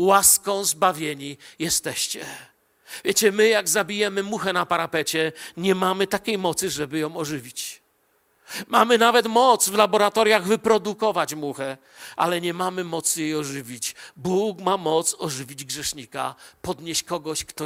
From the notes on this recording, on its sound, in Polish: Wykład nagrano podczas nauczania w Kościele „Filadelfia” Bielsko Biała